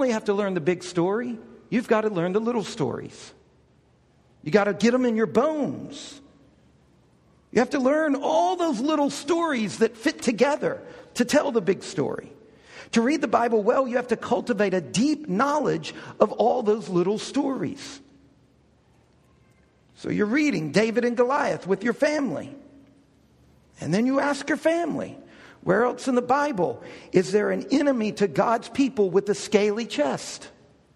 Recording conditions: large echoing room